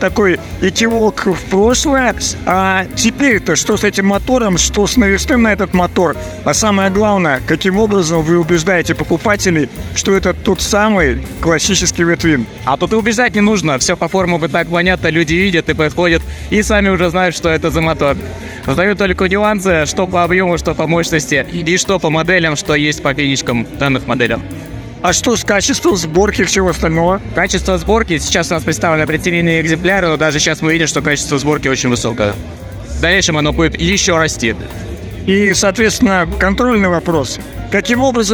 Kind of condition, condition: setting, busy venue